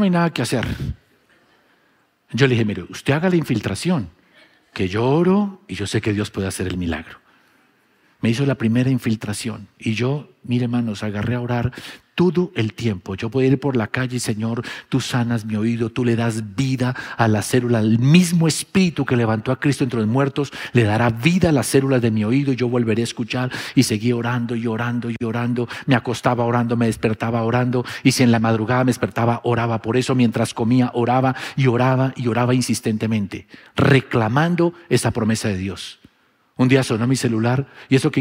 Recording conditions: large echoing room